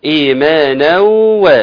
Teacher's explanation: تنوين followed by واو merging